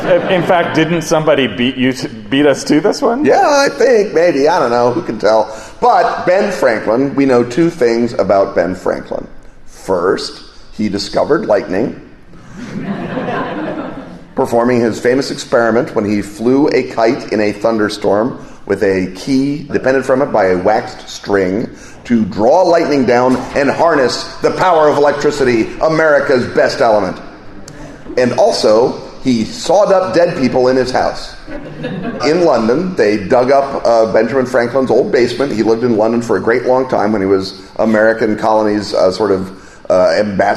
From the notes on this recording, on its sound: A live show at Gen Con.